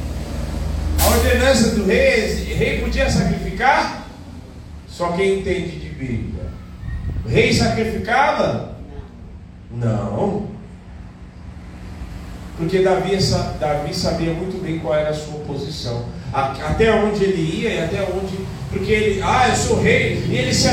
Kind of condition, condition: setting, large echoing room